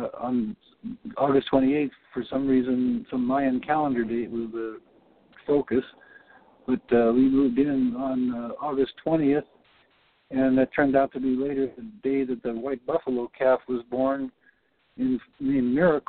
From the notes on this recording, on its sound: Report on the Global Peace Council Day8of8 via a recorded and auto-transcribed Conference Call patched into the podcast. The Conference Call will begin at 2:30pmEDT and continue for discussion after the 3-4pm podcast portion of the call is finished.